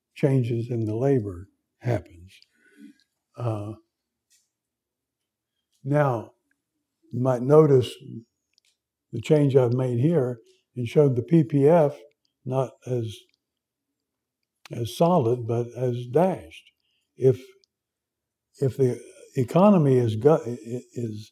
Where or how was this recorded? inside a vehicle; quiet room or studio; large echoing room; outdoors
large echoing room